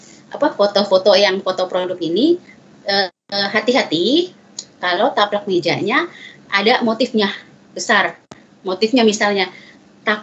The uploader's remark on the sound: Audio : WEBINAR